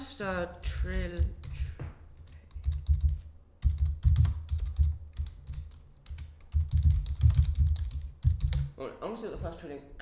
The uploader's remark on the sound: Sorry For Background Noise